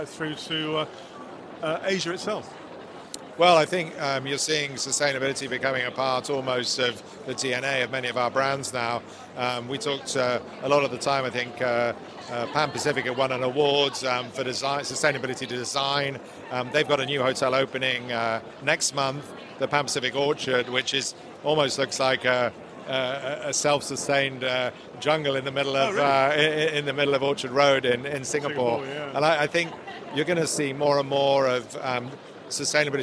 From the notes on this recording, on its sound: Touring the Middle East's largest travel event - the Arabian Travel Market. In this podcast recorded at a very vibrant ATM.